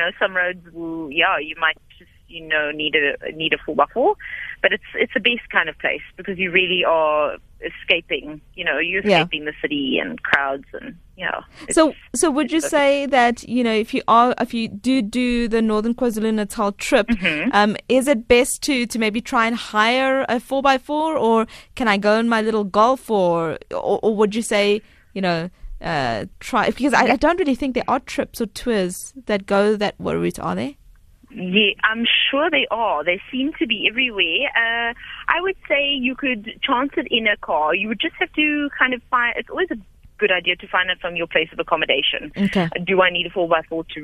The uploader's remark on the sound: GUEST (Phone)